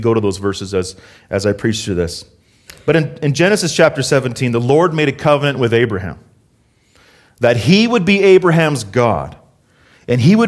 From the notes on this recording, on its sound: Harvest Calgary South Sermon Audio